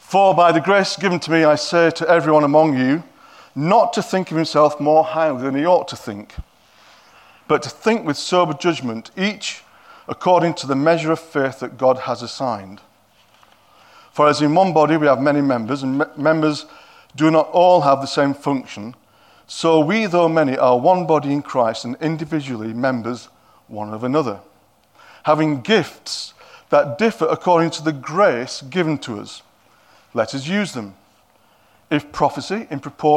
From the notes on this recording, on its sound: At King's Church, Cockermouth, as an audio file.